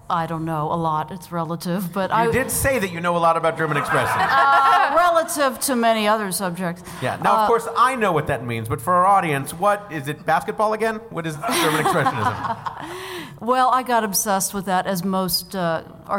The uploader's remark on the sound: it’s another LIVE edition of Go Fact Yourself!